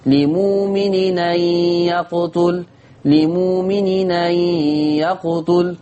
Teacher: ثم التنوين التقى مع الهمزة، طبعا معروف لدينا حكم النقل، تحذف الهمزة وتتنقل حركة الهمزة للتنوين